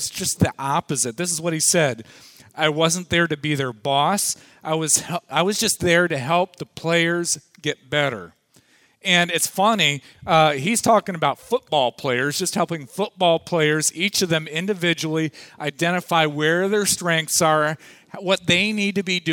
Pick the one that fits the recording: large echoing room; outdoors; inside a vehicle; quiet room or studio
large echoing room